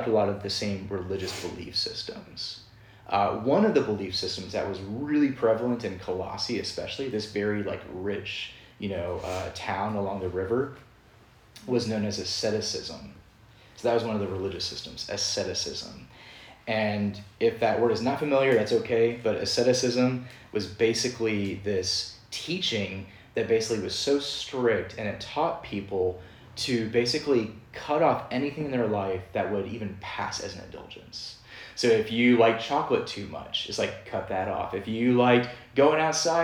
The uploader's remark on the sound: Preached at Downtown Presbyterian Church in Lynchburg, VA